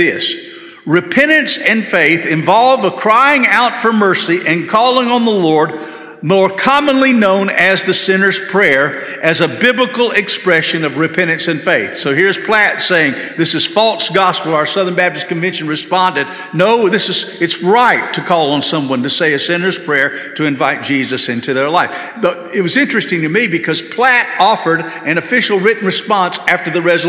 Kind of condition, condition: setting, large echoing room